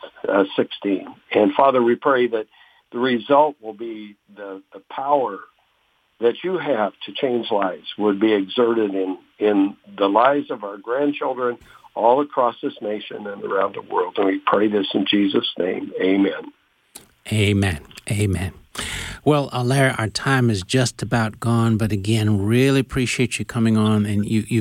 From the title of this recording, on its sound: With Phone Guest